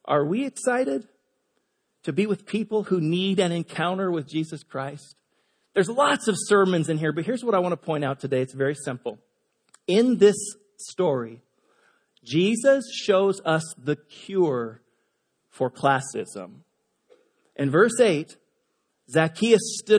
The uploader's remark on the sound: Delivered on 15 October 2017 at Grace Church of La Verne. At Grace Church of La Verne.